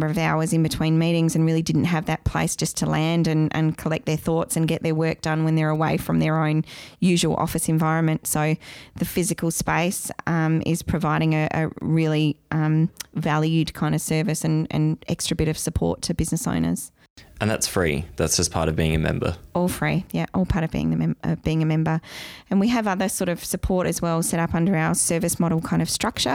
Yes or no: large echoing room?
no